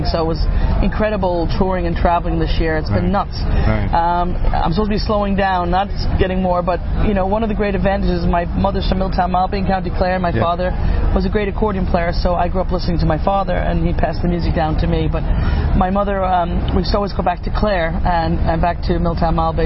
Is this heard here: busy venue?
yes